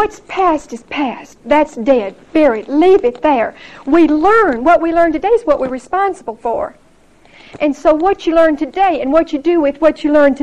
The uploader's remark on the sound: Recorded 9/23/1975 at Whitesburg Baptist Church.